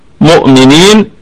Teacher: الميم والنون في الدرجة الخامسة من درجات الغنة